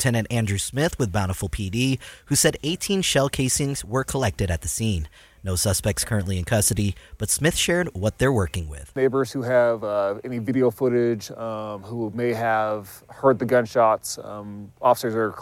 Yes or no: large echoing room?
no